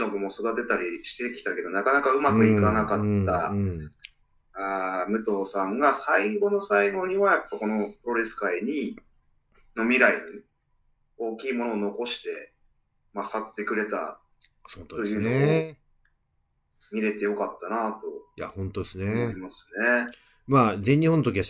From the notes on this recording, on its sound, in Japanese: 今回もリモートで。